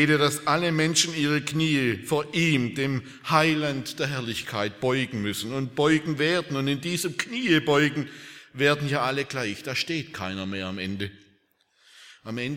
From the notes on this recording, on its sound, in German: aus dem Gottesdienst der Liebenzeller Mission